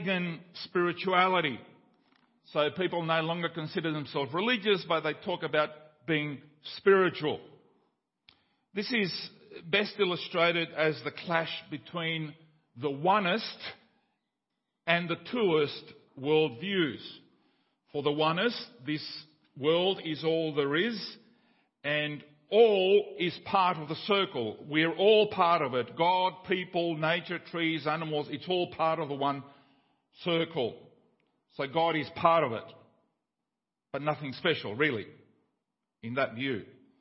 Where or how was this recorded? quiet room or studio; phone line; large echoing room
large echoing room